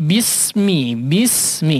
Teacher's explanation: Tapi bismi, bismi disambung ya, jangan diputus ya meskipun ada huruf hamz di situ